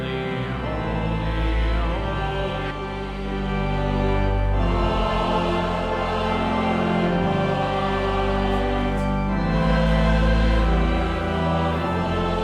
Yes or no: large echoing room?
yes